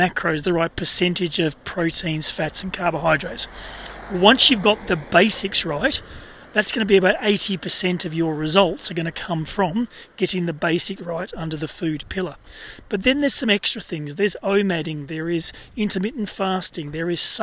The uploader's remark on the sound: recorded during daily walks